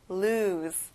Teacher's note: 끝에 S 발음을 Z 발음이랑 비슷하게 해보는 거예요. lose.